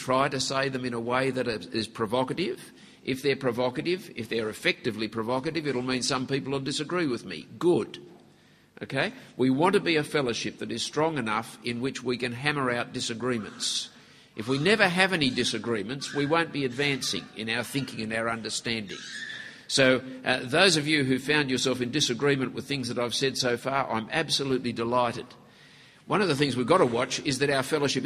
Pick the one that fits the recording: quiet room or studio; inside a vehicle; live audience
live audience